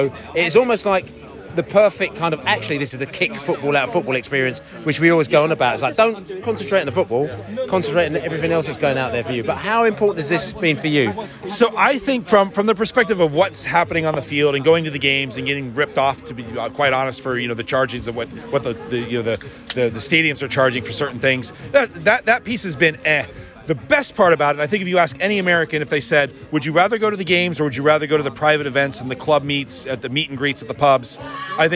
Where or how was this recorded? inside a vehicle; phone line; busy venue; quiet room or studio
busy venue